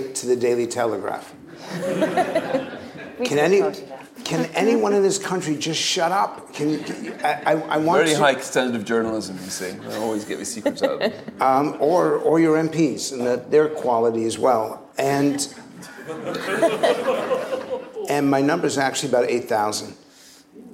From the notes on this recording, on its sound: a live recording of Coffee House Shots from Tory party conference